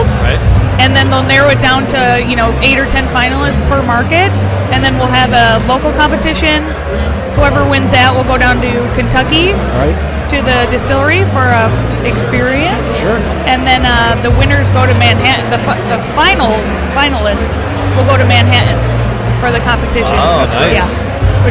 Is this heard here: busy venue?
yes